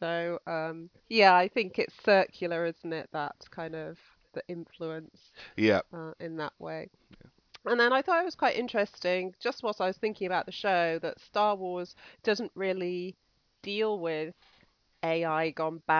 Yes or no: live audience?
no